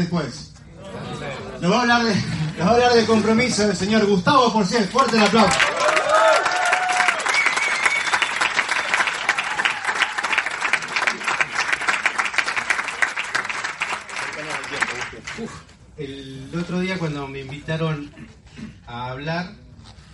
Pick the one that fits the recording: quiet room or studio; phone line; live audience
live audience